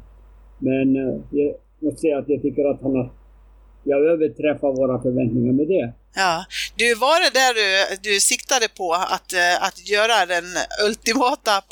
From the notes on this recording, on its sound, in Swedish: Beklagar det ngt "svajiga" ljudet!